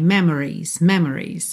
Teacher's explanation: Normalmente ela aparece só memories, ou seja, ela nem aparece na verdade, né? Quase sempre a gente reduz tanto esse O que parece que do M vai pro R.